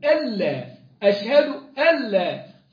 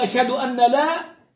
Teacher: تنطق مدغمة إدغاما كاملا بغير غنة · Shown in: first take